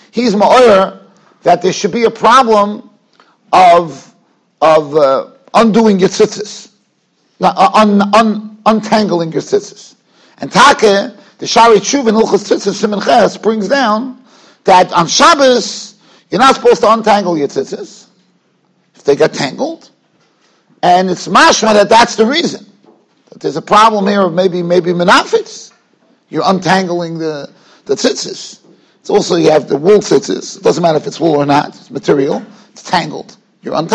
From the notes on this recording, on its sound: Shiur recorded in Yeshivas Ohr Reuven, Monsey, NY.